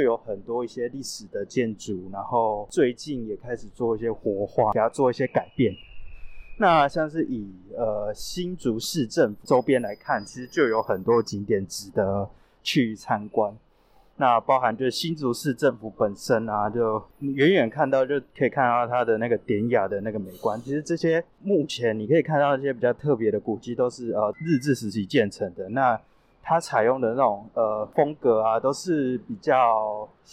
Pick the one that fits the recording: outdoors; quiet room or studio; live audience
outdoors